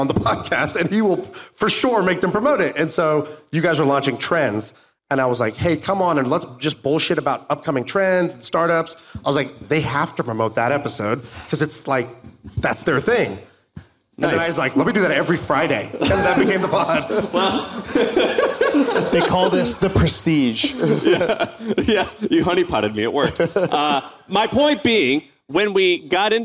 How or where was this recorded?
live audience